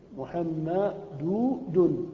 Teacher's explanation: يلحق آخر حركة في الكلمة، هذا التنوين. محمد، التنوين نون ساكنة بعد ضمة الدال